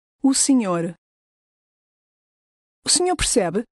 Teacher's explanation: Note how lightly the initial O of O senhor is pronounced.